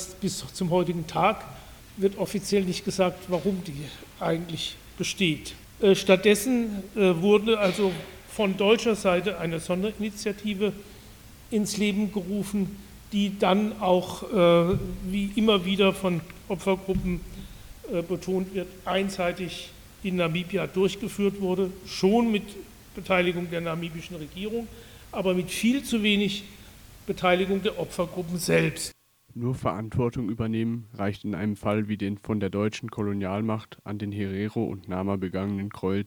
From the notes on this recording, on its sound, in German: einen Vortrag an der Uni Freiburg